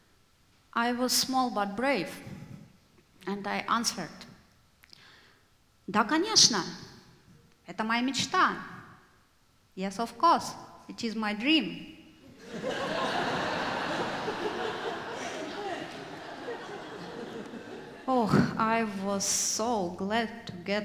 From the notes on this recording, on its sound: IMMIGRANT AND REFUGEE SHOW. Live at The Old Church Concert Hall in Portland, OR Portland Story Theater.